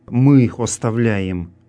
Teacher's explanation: На слове «мы» лежит логическое ударение. Именно «мы» прощаем, мы сами прощаем, и только при этом условии можем рассчитывать на прощение от Бога.